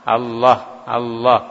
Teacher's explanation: Karena terkadang lam itu nanti dibaca dengan tebal, nah, seperti ketika pada lafdul jalalah, lam yang ada pada lafdul jalalah itu dibaca tebal